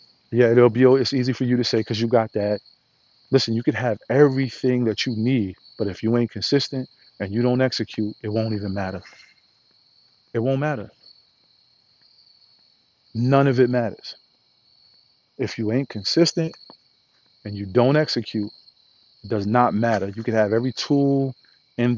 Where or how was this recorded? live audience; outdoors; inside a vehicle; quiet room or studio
outdoors